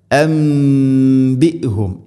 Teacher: അൻബിഹും സാക്കിന നൂന് ശേഷം ബാ, നൂന് സാക്കിനയ്ക്ക് ശേഷം ബാ വന്നാൽ നൂനിനെ മീമാക്കി മാറ്റണം. ഇഖ്ലാബ് എന്നാണ് അതിന് പറയുക.